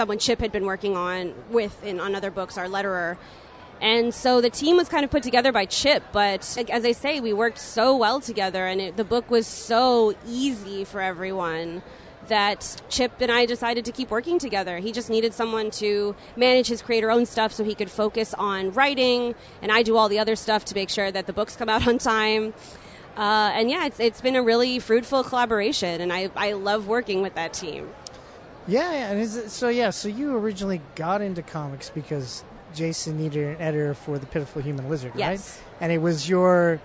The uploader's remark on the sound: recorded at Toronto Comicon